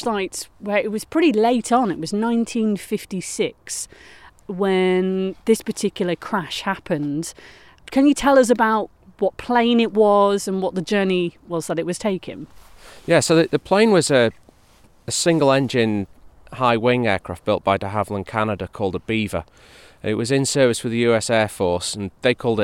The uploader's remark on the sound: They were recording sat at the memorial site on Bramah Edge.